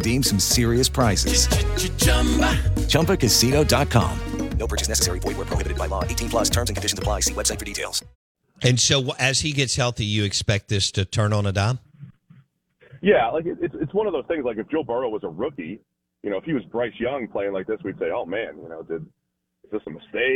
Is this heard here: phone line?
yes